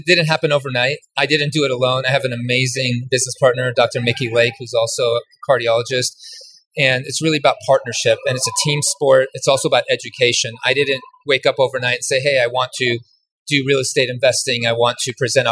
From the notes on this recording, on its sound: LIVE from BEST EVER CONFERENCE! Coming to you live from the Best Ever Conference in Colorado!